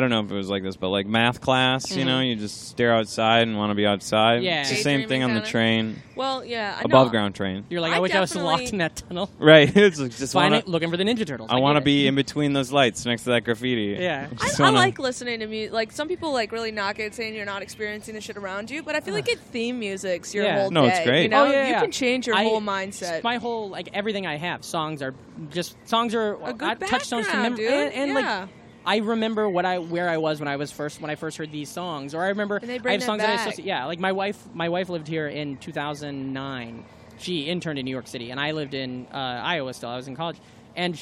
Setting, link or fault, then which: setting, outdoors